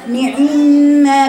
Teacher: والوجه الثاني بيعمل اختلاس في الكسر بتاع العين، بيقولها نعمه بيجر كده على الكسر، فبياتي بيختلس الحركه بيختلس حركه الكسر.